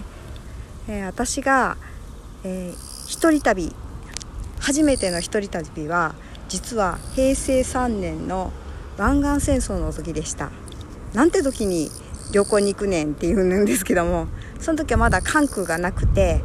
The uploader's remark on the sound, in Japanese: 今日は伊丹空港近くの堤防を歩きながら録音してまーす。